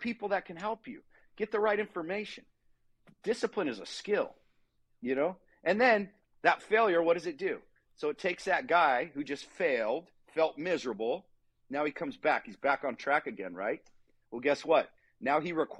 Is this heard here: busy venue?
no